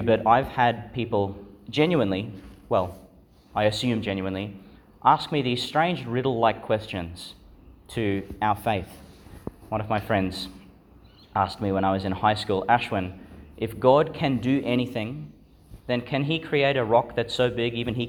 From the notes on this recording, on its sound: Delivered (at the evening Mass) in Our Lady Star of the Sea Church, Gladstone, Qld. Delivered (at the evening Mass) in Our Lady Star of the Sea Church, Gladstone, Qld.